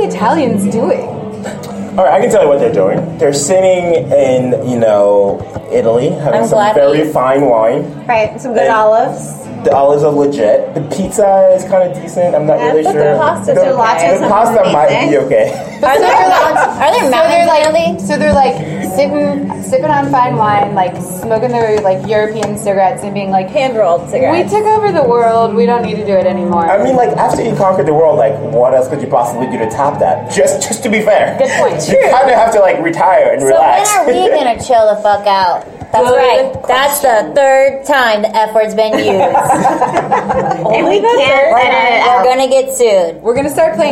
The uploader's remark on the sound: Recorded live at the Buzz Advocacy Summit.